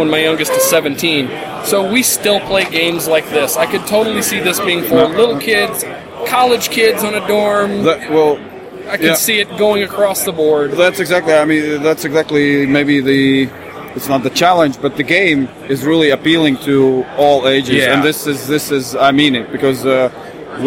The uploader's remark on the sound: Live from GenCon 2016!